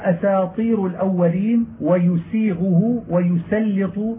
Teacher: تبين السين في جميع هذا بيانا ظاهرا لئلا تصير بلفظ الصاد لوقوع حرف الإطباق أو حرف الاستعلاء بعدها